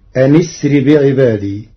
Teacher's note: قرأ ورش كلمتي أن أسر بوصل همزة أسر مع كسر النون فتصير أن أسر بعبادي.